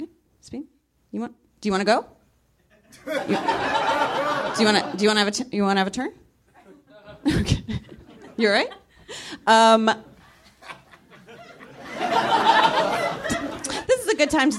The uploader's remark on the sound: Live from the NerdMelt Showroom